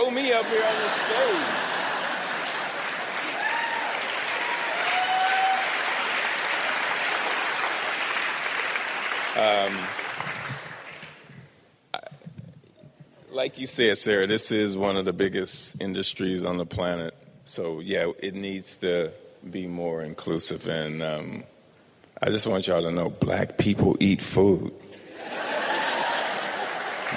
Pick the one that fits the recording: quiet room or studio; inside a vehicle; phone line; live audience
live audience